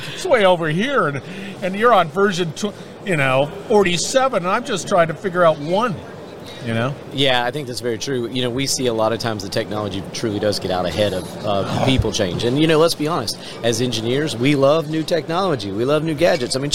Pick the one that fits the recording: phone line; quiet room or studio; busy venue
busy venue